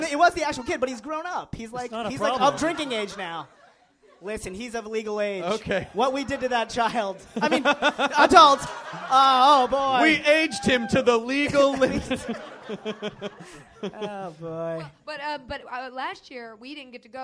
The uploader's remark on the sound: crammed onto our tiny stage at NerdMelt in LA to record this show for 150 enthusiastic Guild fans